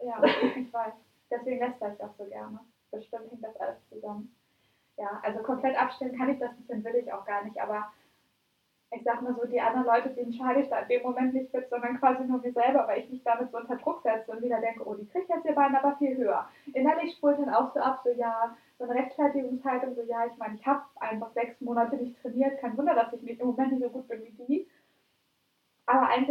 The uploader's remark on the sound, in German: Als wir unseren neuen Podcast zum Thema PERFEKTIONISMUS aufgenommen haben, ist uns doch einfach nicht aufgefallen, dass das Mikro gar nicht aktiviert war. Zur Überraschung aller, hat die Faszination über die gute Aufnahmequalität des Laptops überwogen.